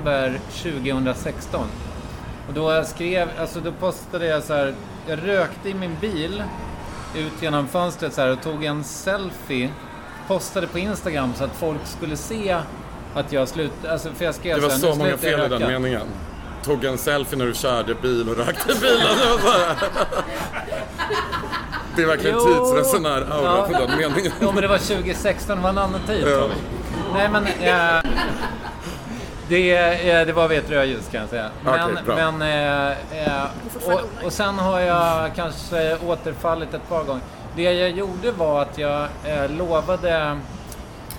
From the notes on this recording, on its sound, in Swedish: Spelades in live på Stockholmsklubben Trädgården, de sista skälvande timmarna innan rökförbudet på uteserveringar trädde i kraft.